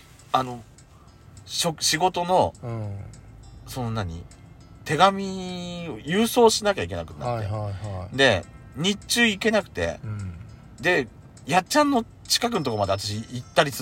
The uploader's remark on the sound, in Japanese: パーキング収録